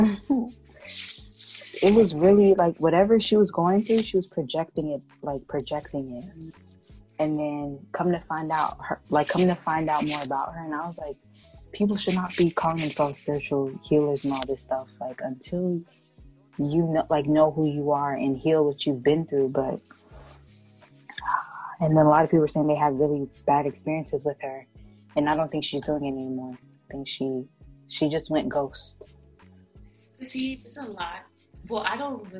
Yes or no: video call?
yes